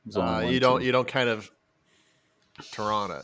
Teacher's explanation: I don't think I would even pronounce that second T